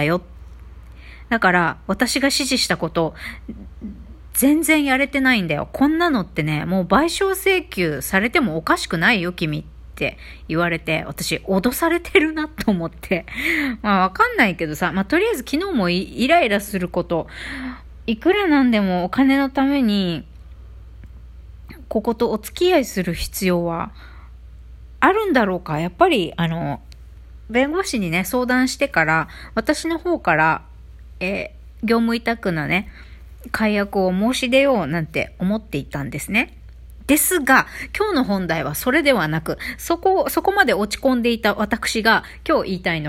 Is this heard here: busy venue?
no